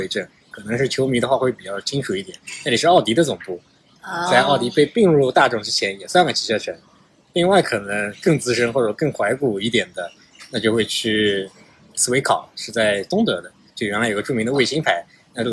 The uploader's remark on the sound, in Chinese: 本期录制场地所限，背景有些杂音，见谅。